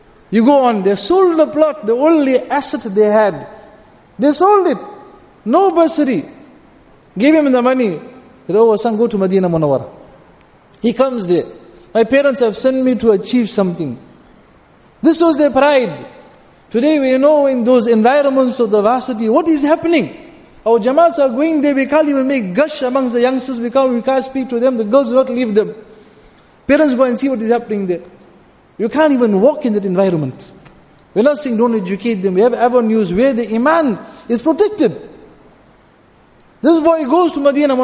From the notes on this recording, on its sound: Jumuah Lecture at Masjid Al Hilal